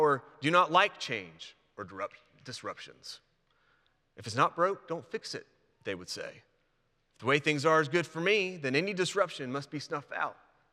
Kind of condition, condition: setting, large echoing room